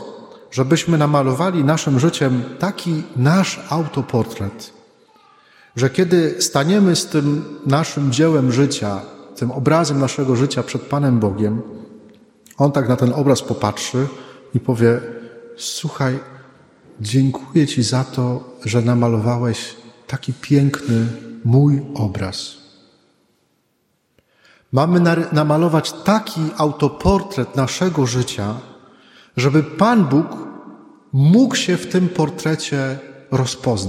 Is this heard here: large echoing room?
yes